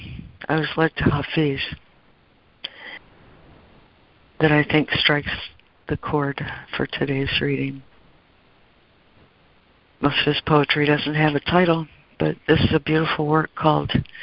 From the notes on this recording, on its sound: ACIM Daily Conference Call.